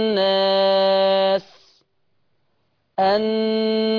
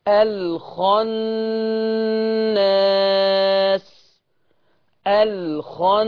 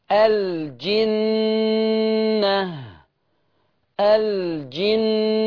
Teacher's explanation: النون المشدده، انا بتكلم على تحديدا النون المشدده في الاداء، طرف لساني مع لثة الثنايا العليا مع الغنة بمقدار حركتين. يبقى أنا حاطط طرف لساني في لثة الثنايا العليا مع الغنة، الغنة عمالة تتولد بمقدار حركتين.